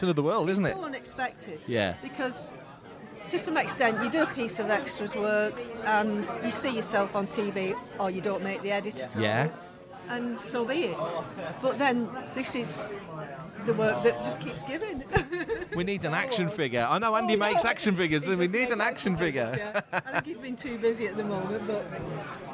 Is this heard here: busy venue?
yes